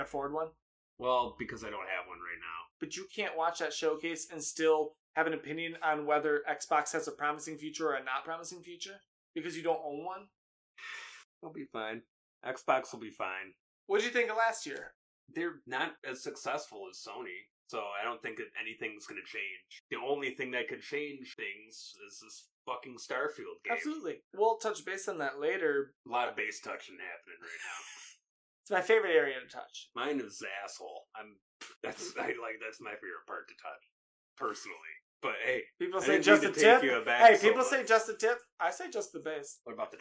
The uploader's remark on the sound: SORRY ABOUT THE AUDIO ISSUES IN THIS EPISODE